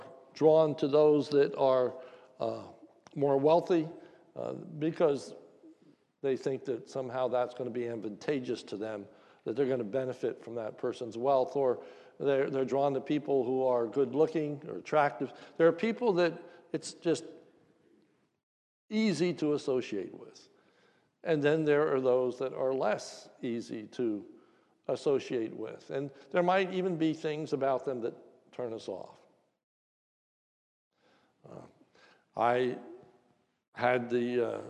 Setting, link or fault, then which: setting, large echoing room